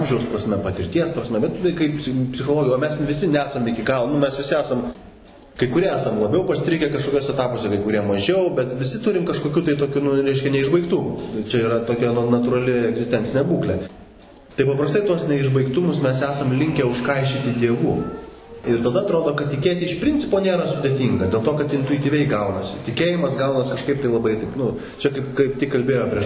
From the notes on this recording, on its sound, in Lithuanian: Įrašas iš šeimų festivalio.